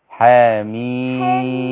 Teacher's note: الحاء ما فيهاش مد، الميم هي اللي فيها مد.